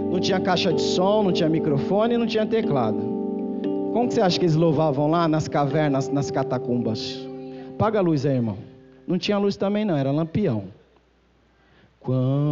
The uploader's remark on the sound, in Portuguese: Culto gravado em 11/12 durante a celebração do culto